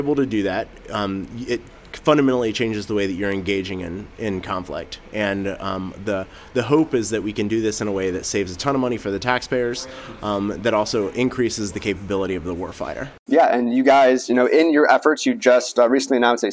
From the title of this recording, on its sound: Live from RNDF22